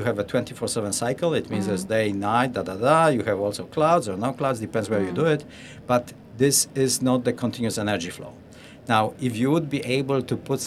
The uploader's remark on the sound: Looking Outside comes to you LIVE from the Dubai Future Forum. LIVE from Dubai. Looking Outside comes to you LIVE from the Dubai Future Forum, the largest gathering of futurists in the world.